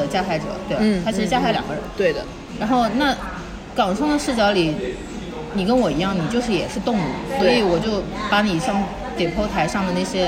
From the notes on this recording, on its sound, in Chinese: 每次录制基本都是在餐厅吃饭，没有条件升级录音设备。本次录制花费：新旺-88元。